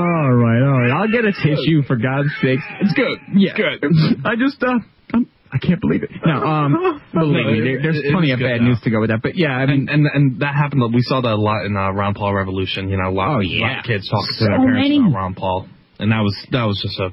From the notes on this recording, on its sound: take your phone calls in this episode